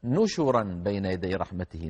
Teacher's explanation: نشرا رواها لنا نافع رحمه الله هكذا بسنده إلى النبي صلى الله عليه وسلم، نشرا بنون مضمومة بعدها شين مضمومة